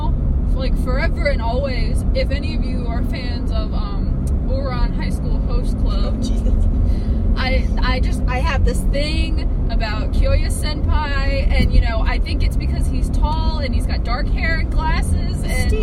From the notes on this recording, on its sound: Car Noise.